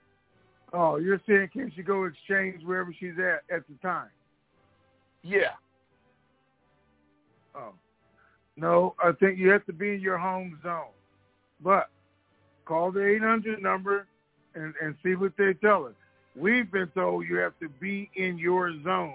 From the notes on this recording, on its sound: Conference Call.